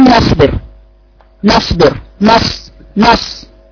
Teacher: الخطأ الاخر اللي بيقع في حرف النون تفخيم النون، اذا جاء بعدها حرف مفخم نحو نصبر